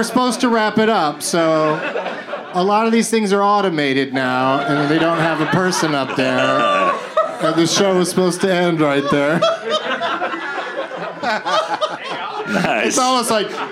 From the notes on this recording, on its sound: Live from the Dynasty Typewriter